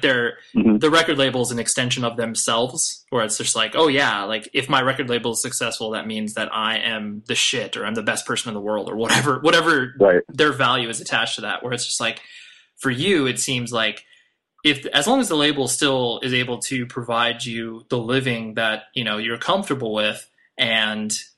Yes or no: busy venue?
no